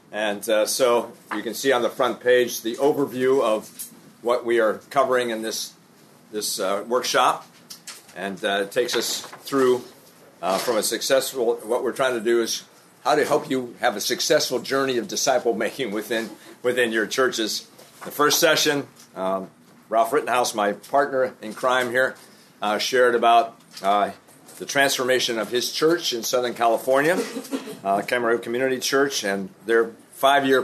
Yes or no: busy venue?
yes